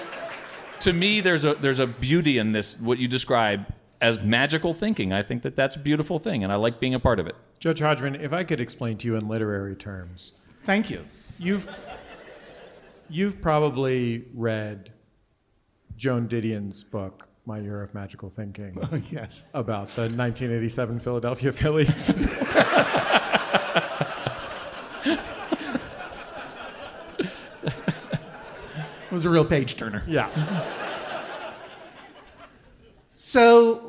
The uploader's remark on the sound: This week’s episode was recorded live in front of an audience at the Gothic Theatre in Denver!